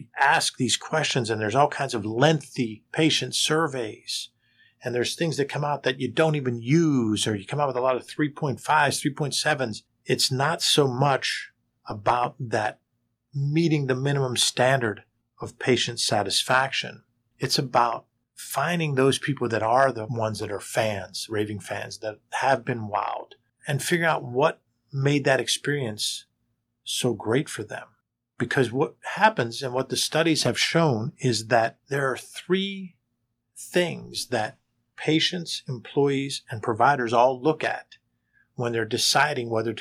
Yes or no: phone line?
no